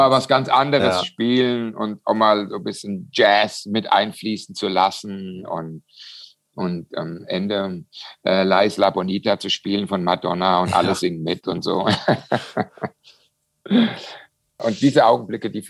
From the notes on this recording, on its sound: via Zoom